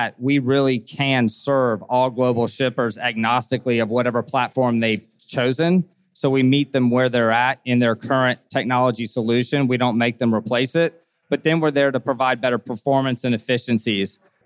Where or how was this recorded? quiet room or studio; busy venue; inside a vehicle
busy venue